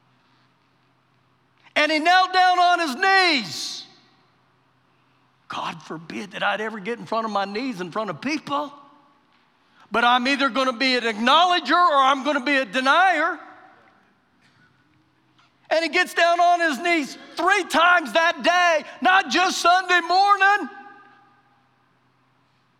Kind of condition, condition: setting, large echoing room